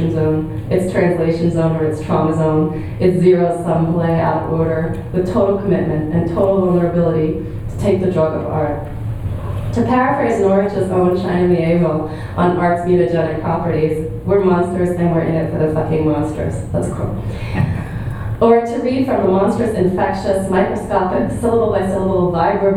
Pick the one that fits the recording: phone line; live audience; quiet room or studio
live audience